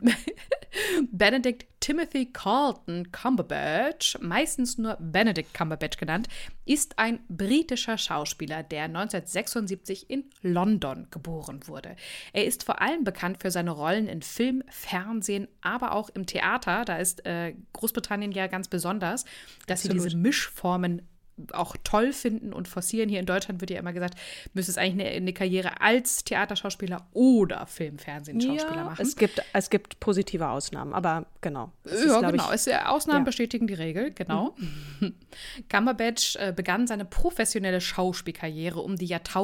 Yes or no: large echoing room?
no